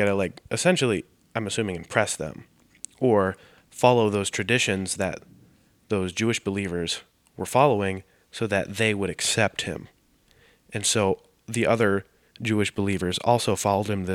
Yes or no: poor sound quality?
no